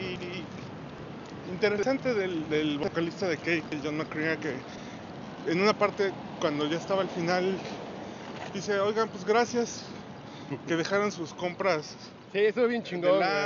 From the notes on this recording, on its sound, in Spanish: Desde el Strip de Las Vegas. Ahora vamos a la vez cuando estuvimos en Las Vegas.